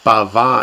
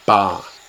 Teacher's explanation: So the vav simply falls out of the middle. · Shown in: second take · That's what a hollow verb is.